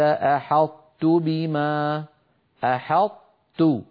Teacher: نرى على اللوحة باللون الأزرق، ويكون ذلك بأن يطبق المتكلم لسانه على طاء غير مقلقلة ثم يجافيه عن تاء متحركة · Term: إدغام ناقص